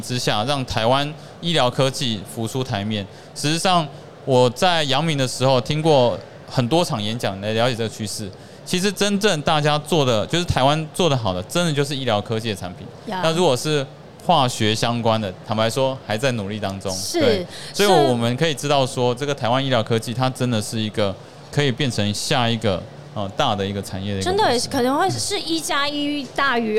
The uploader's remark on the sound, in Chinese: 2022 Medical Taiwan台灣國際醫療暨健康照護展 -Live Podcast